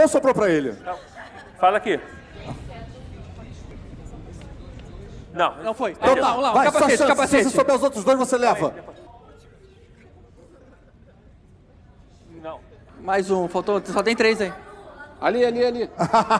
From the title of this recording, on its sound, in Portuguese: Ao Vivo na Jedicon 2017